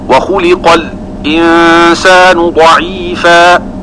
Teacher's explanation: وتلخيص الكلام أن أل بالسكت عن خلف بلا خلاف، فهو ساكت عليها قولا واحدا. والمذهب لخلاد له الخلاف في أل، ذلك خلاص الكلام وصلا في الكلمة فهي ليست بمحل وقف.